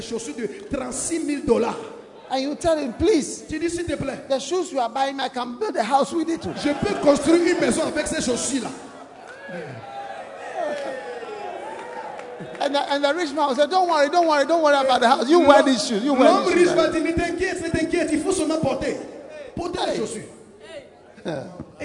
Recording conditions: large echoing room